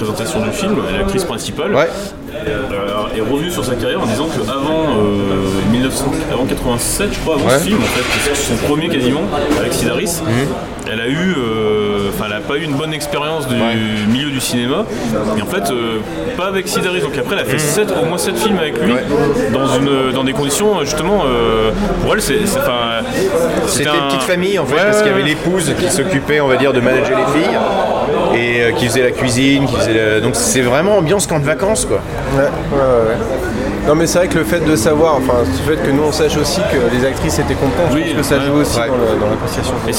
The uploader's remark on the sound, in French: Un debrief enregistré au petit matin devant le Grand Rex